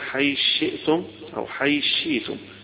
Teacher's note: الثاء والشين قريبين من بعض في المخارج، فيجي إدغام يسمونه الإدغام الكبير، الإدغام الكبير اللي فيه بيتحذف حرف ويتحط مكانه الحرف الذي